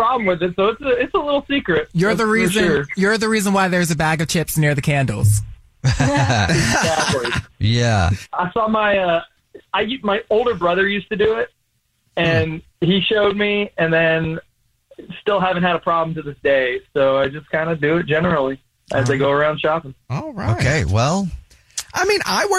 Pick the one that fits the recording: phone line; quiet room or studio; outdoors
phone line